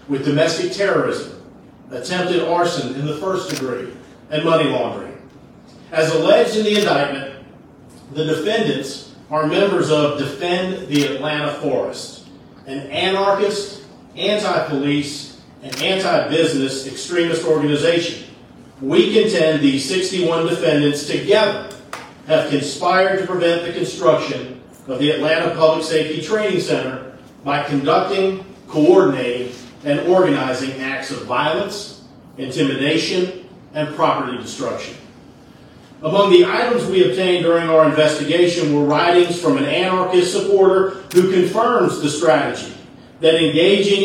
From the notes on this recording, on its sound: Leading with audio from that press conference and some follow-up questions from journalists covering it.